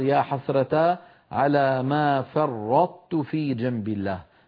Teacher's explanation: كذلك في سورة الزمر يا حسرة على ما فرطت في جنب الله، فرطت نطبق على طاء ونجافي عن تاء مضمومة